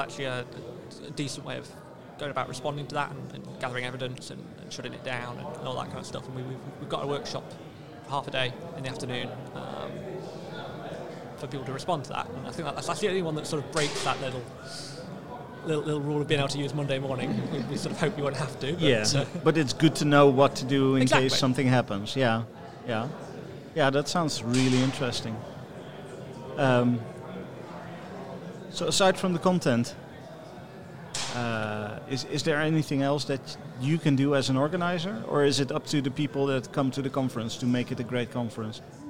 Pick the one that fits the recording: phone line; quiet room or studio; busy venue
busy venue